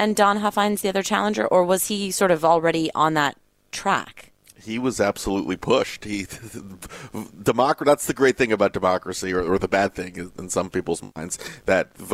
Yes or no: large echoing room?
no